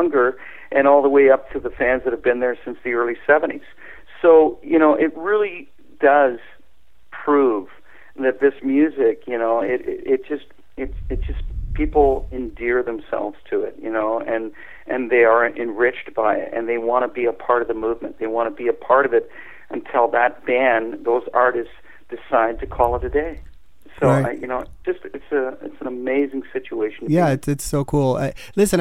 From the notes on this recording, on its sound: Called.